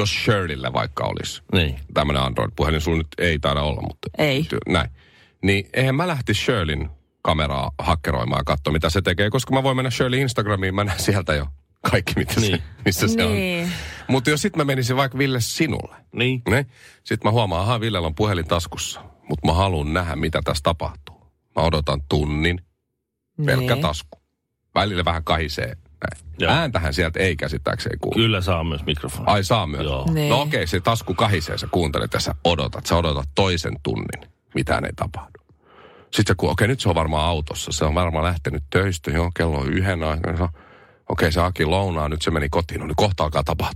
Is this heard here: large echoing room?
no